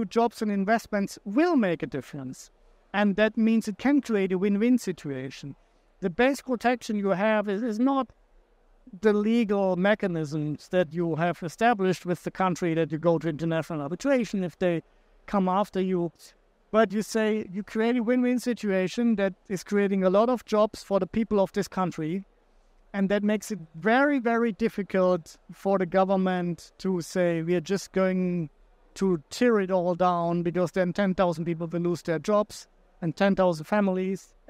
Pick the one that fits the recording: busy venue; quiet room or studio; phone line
busy venue